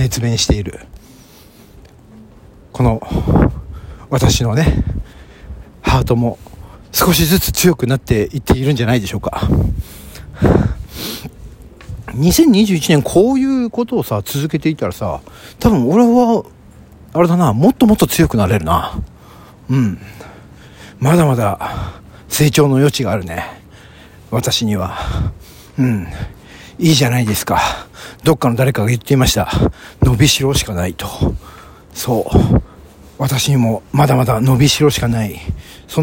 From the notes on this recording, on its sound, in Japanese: ロケトーク第3弾【市ヶ谷駅周辺】。すっかり慣れて来ました野外での収録です。人に見られた #ママさんの井戸端会議の脇を #信号待ちは危険。